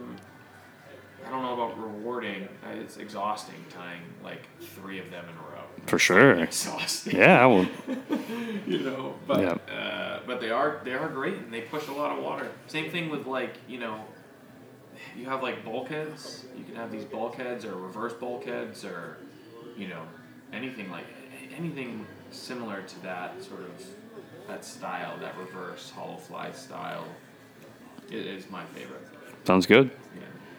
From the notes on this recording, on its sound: Live from the Sebago Trout Unlimited's Castaway for Conservation Event